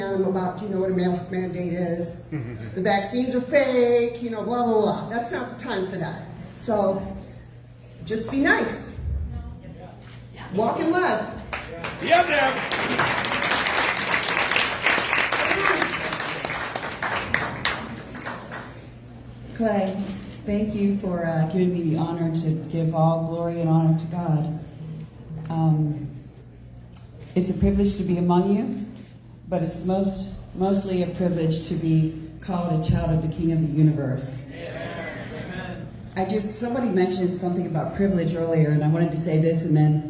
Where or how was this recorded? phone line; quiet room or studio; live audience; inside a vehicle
live audience